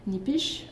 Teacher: underlying long vowels are maintained but shortened in the Pessamit variety